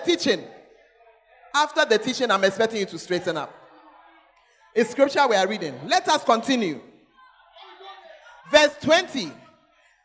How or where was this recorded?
large echoing room